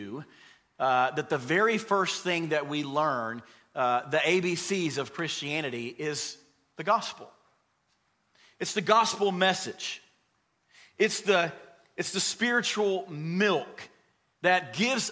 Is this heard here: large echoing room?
yes